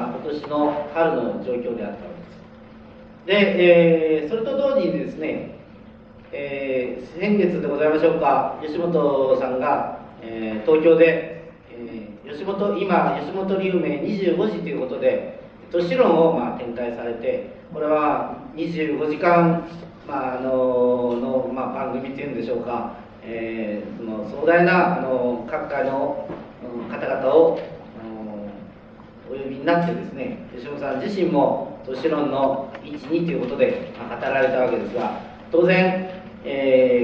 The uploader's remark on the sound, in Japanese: 場所：長岡市北越銀行ホール。音源は主催者提供だが、 客席から録音されたもの。